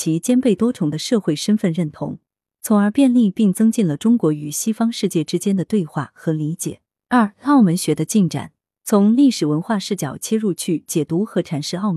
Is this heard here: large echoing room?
no